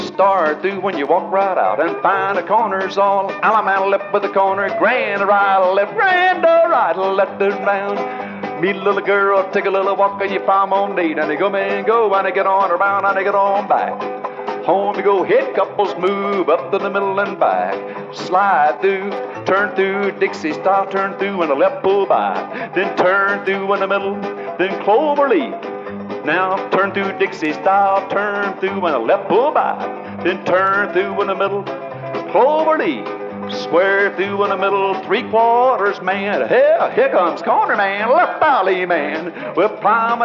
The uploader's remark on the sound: A one of a kind record which was recorded live. At the Blue Ridge Square Dance Camp.